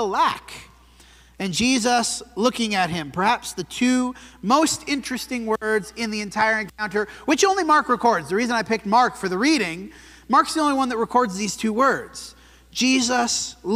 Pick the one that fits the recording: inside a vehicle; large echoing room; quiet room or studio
large echoing room